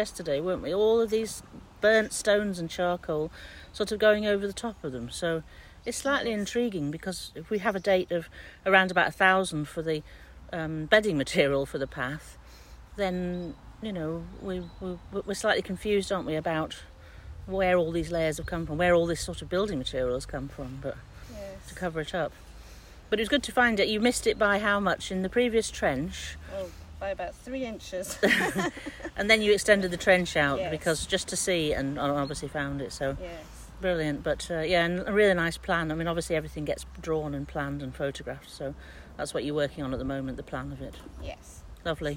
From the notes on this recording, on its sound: which was recorded ‘in the field’ at the dig site